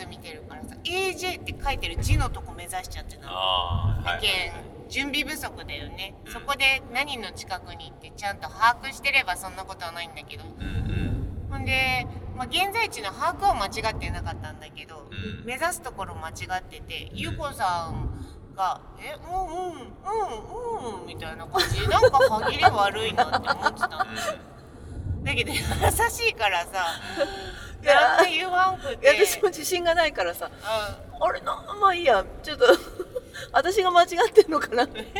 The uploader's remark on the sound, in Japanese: 2023年7月22〜23日に開催されたOMM LITE＆BIKE 2023に参加して、道中で収録してきました。会場の白馬村まで車で12時間。行きの車中、1日目の終了後、帰りの車中の3回にわけて収録しています。車中では雑音が多く、ノイズキャンセルしたらエコーかかったような音声になっています。